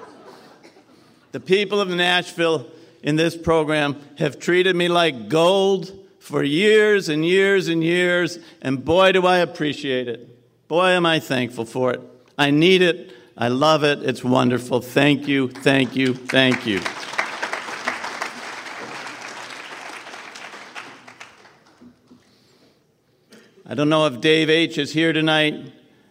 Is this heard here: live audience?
yes